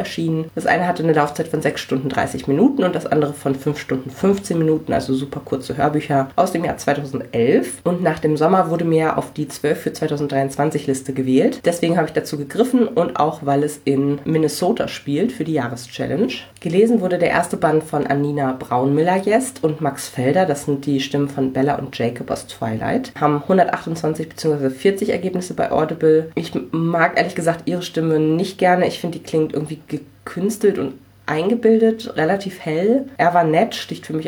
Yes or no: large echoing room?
no